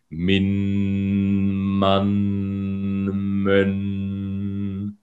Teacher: Und genauso kannst du das Ganze auch auf dem N machen. Hast du denselben Klinger, aber das N liegt ein bisschen mehr in der Nase.